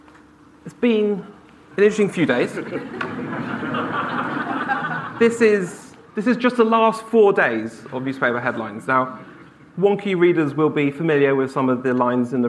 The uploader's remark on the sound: live at Wonkfest18